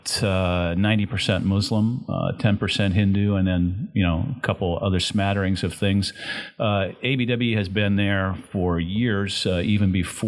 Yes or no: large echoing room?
no